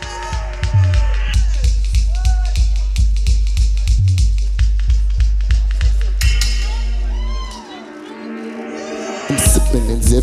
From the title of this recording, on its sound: Live from SXSW